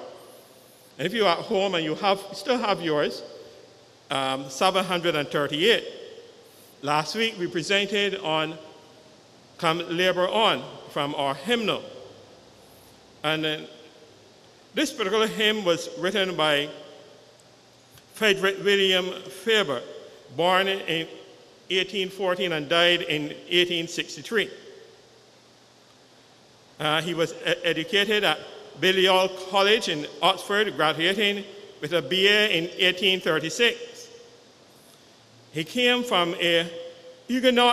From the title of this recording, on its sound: Live Sunday Service with St. John's Episcopal Church U.S.V.I